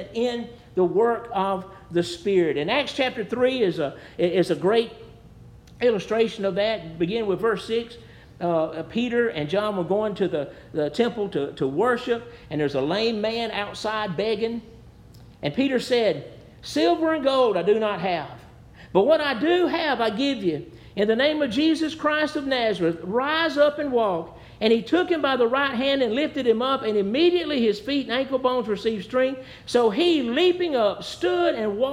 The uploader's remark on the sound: Preached at New Hope Baptist Church.